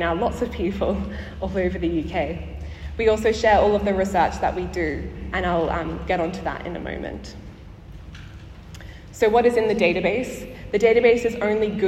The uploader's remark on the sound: Live from the 2023 Chief Coroner's Conference